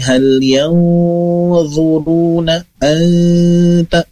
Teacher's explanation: catatannya di ikhfanya masih kurang tahan ya, ditambah sedikit lagi